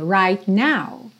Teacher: Right, você tá com o T, língua lá no céu da boca, já sai pro N.